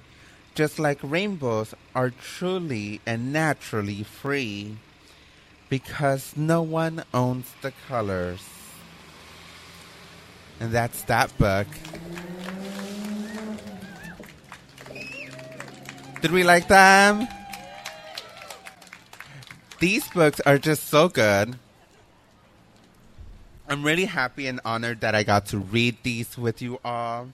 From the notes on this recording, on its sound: At the Bay Area Book Festival in Downtown Berkeley, Ca. We’ve recorded four readings along with short conversations with drag performers, authors, a publisher and a parent.